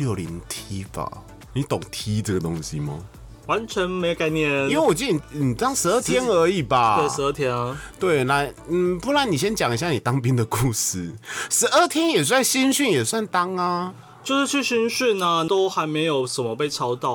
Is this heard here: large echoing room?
no